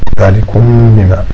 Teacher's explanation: نعم، مثل قول الله تبارك وتعالى ذلكم بما، ذلكم بما، هنا تخفى الميم، تخفى الميم فتذهب ذاتها ولكن لا تذهب الغنة، ذلكم بما. نعم، ثم قال وأظهرنها عند باقي الأحرف، وأظهرنها عند باقي الأحرف. · Term: إخفاء شفوية